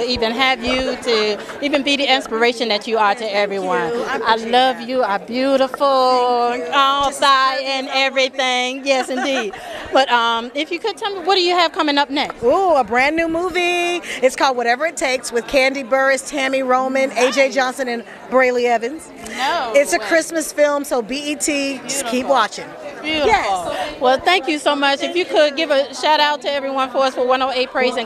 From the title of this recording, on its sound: Black Music Honors 2023 - Live Interviews